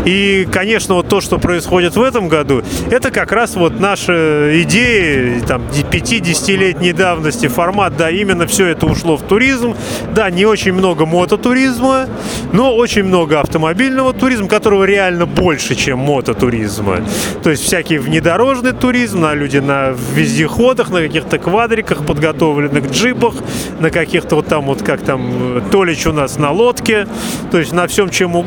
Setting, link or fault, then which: setting, busy venue